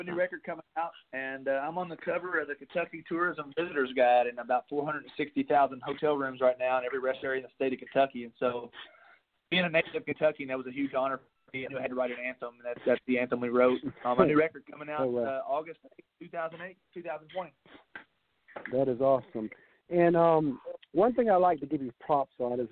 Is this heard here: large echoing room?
no